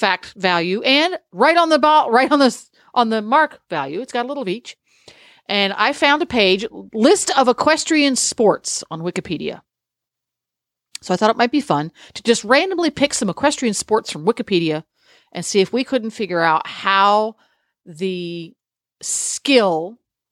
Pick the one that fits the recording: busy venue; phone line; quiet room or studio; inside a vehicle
quiet room or studio